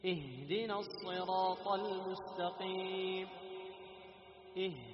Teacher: تحس بخروج ماذا؟ النفس عند النطق بالهاء · Term: الهمس